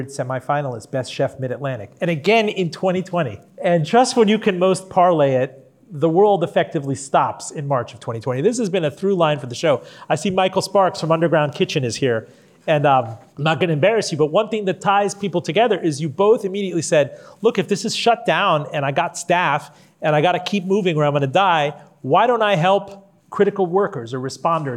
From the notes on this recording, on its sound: Recorded before a live audience at the University of Richmond's Robins School.